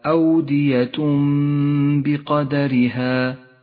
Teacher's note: يقلب التنوين إلى ميم هذه الميم تحتاج إلى غنة زمنها حركتان · Term: الإقلاب